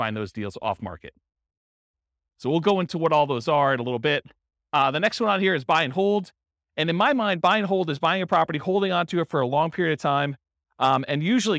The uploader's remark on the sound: This was a live class recorded. Akron, Ohio.